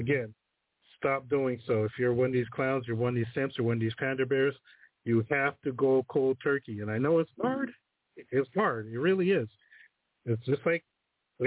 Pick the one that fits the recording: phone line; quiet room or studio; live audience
phone line